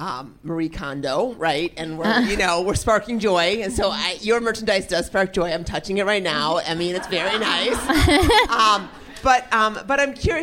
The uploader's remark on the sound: Coming to you from Eau Claire, Wisconsin, as part of the AMR Retreat. In front of a live audience.